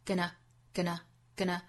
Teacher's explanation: 一般在句子里是做弱读的，两个音节都读 schwa sound